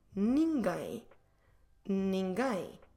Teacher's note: Nin, very nasal, ni, and then gai, again nasal.